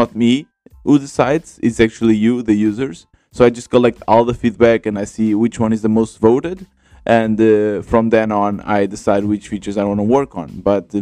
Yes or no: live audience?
no